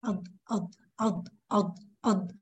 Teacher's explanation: واعتمدي برفع اللسان والتقعر البسيط اللي حصل ده لمرور الصوت، اقصى لساني مرفوع بس في تقعر كده في وسط اللسان هتشوفيه هنا، ده بيسمح بمرور الصوت. · Term: صوت الضاد